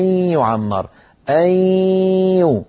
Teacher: نوزع الصوت بين الياء والغنة · Term: إدغام بغنة